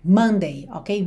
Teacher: a sílaba tônica tem que ser no começo, não Monday, mas sim Monday, Monday, ok?